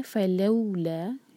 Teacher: نفی کا لا ہے، اس کو چھوٹا نہیں ہونا چاہیے بالکل بھی، دو حرکہ لمبا کریں گے، مد طبیعی. فلولا فضل اللہ، یہ بہت کامن مسٹیک ہے ہم کہ ہم نا دود پر تھوڑا سا جھٹکا دے دیتے ہیں، ایسا نہیں ہونا چاہیے.